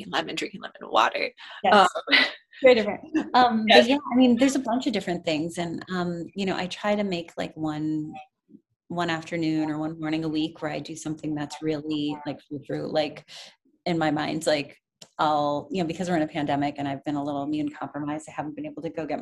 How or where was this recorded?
video call